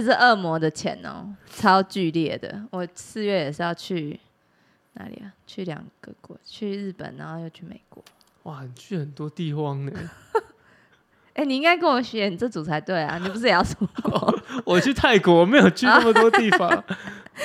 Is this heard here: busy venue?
no